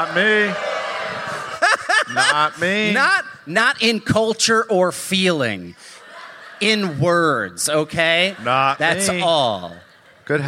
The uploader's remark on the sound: Live from Minneapolis.